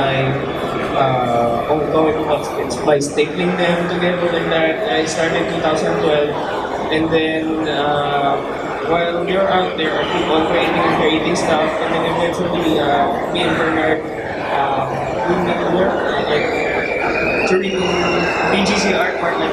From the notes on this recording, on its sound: CHOPSOY Comics Interview at Cebu Lit Fest 2018. Cebu Lit Fest 2018 panel interview.